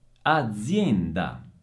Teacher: si pronuncia con la Z sonora